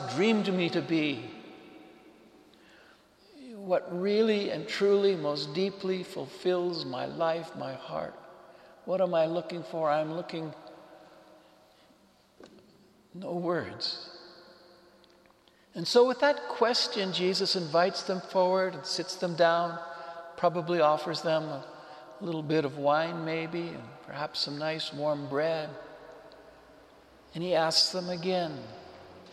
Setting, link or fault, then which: setting, large echoing room